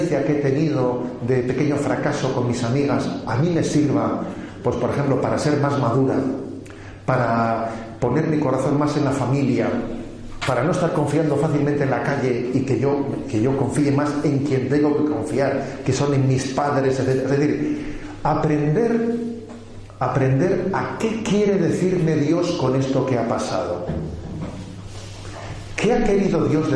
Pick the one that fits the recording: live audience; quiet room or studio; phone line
live audience